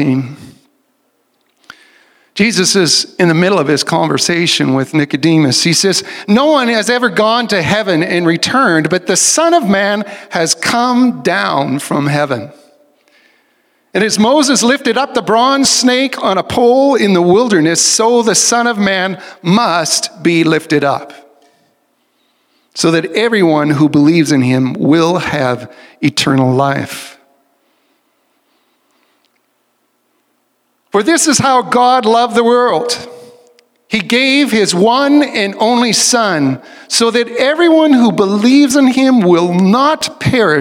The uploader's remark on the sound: recording from the Vineyard's In-Person Worship Service